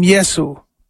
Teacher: there is no sh sound in Greek and Latin, so it became Yesu.